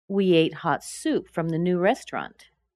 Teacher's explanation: that restaurant looks like three syllables, but it's actually pronounced as two